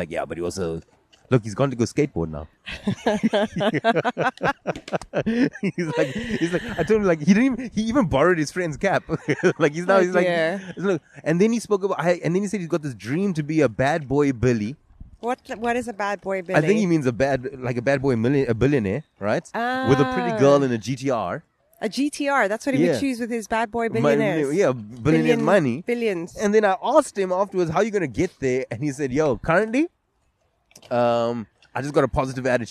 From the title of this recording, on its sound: LKS Outside: The Skate Park